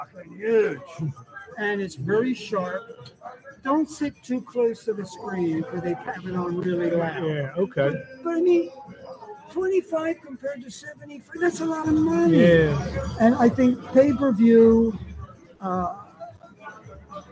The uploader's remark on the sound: LIVE FROM ATLANTIC CITY BOXING HALL OF FAME